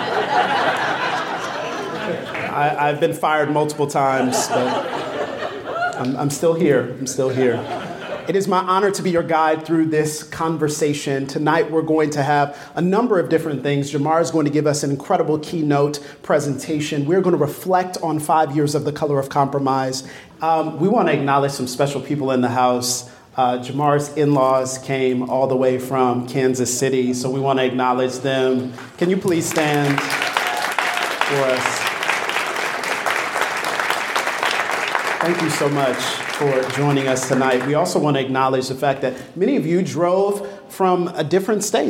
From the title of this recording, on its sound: The Color of Compromise 5-Year Anniversary LIVE Event